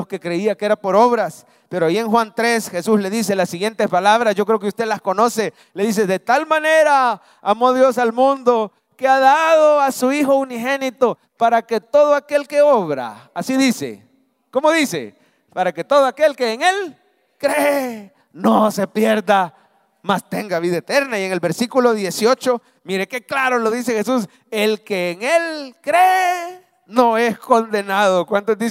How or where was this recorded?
large echoing room